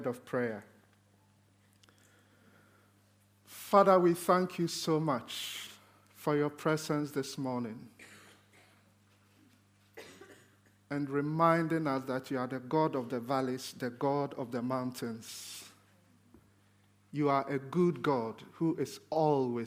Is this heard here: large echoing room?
yes